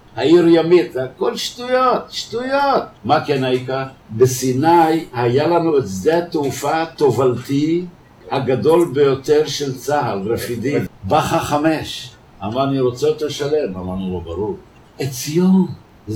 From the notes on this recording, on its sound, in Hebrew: הדברים שתשמעו כאן נאמרו לקבוצה קטנה של לומדי תרבות ערבית, ואני ביניהם, שהתכנסו ערב אחד לפני כשנה בבית הספר בכדורי. אני מתנצל מראש שאיכות ההקלטה אינה מיטבית.